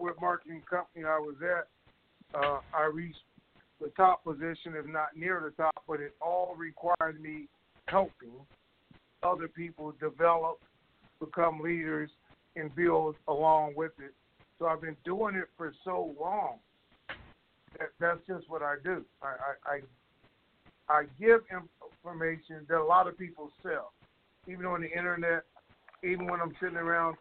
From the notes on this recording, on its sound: TNTSuperfantastic Conference Call